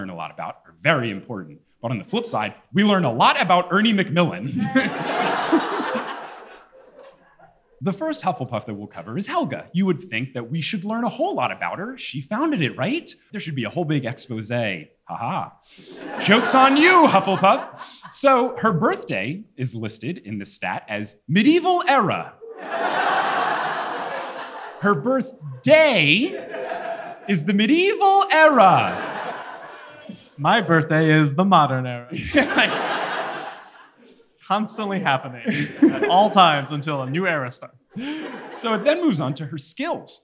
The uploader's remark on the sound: LIVE FROM NEW YORK!